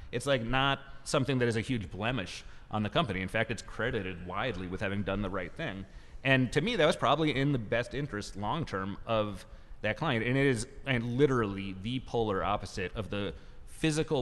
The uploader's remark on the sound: Recorded live at Harvard Law School's Corporate Capture of the Legal System conference.